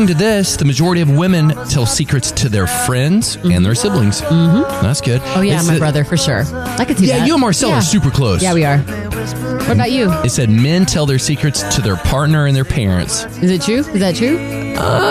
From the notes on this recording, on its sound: Listeners call. 94.9 KLTY.